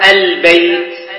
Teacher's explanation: الباء من الشفتين، واللام من طرف اللسان، فليس هناك بعد كبير، فهو تقارب